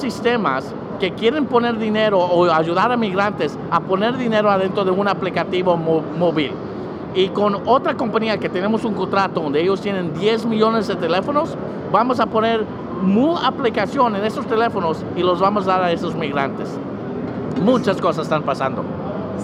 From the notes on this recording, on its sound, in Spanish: en vivo desde talendland 2019